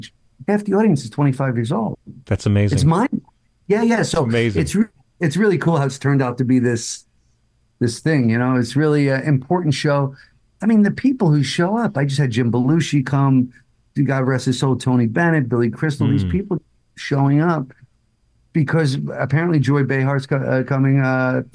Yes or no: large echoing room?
no